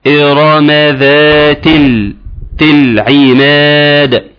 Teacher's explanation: بتنتقل من التاء المكسورة الى اللام الساكنة وتقول تل